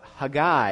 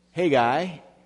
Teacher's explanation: Today we're going to be looking at the book of Haggai, if you pronounce it with the Hebrew way of putting the accent on the end syllable instead of on the front syllable · Shown in: first take · like we usually do in America.